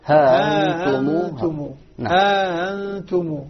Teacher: فهو يسهل ويدخل ألفا قبل الهمزة التي سهلها · Term: تسهيل